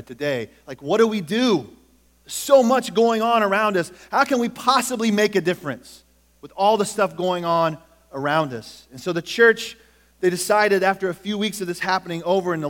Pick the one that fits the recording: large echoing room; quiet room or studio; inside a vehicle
large echoing room